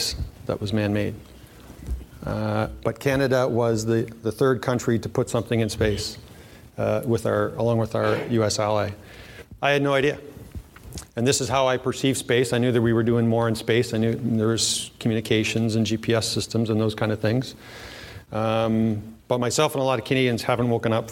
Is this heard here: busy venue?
yes